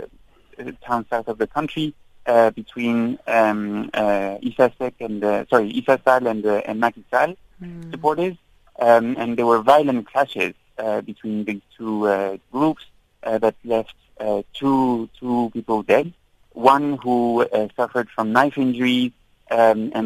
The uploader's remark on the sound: we are joined on the line